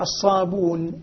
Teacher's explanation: الآن لما حذف الهمزة لا يبقي الكسرة موجودة على أصلها، وإنما لا، لأن الكسرة لا تتوافق مع الواو فتبدل ضمة · Term: تبدل الكسرة ضمة